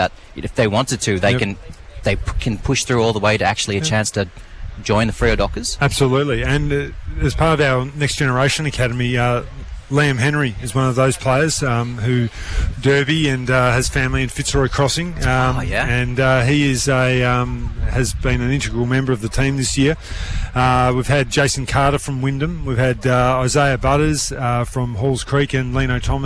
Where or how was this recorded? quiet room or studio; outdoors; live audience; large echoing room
outdoors